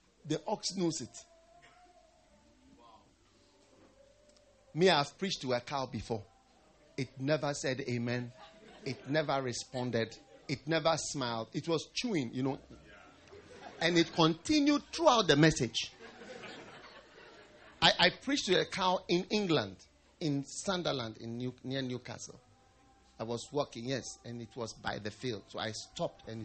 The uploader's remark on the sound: Preached at the First Love Church, Ashesi University